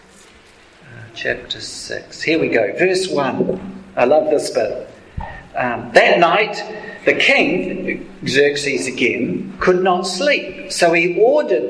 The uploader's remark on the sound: Apologies for the audio quality...